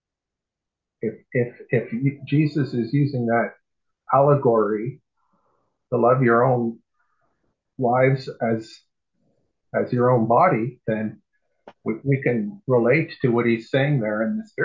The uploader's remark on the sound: PRAYER PHONE CALL